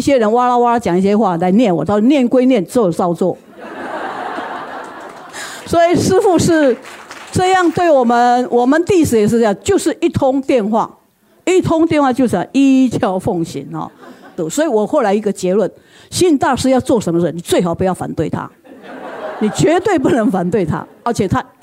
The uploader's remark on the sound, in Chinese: 本集內容取自天下文化主辦的《星雲大師的身教與言教》新書分享會現場錄音。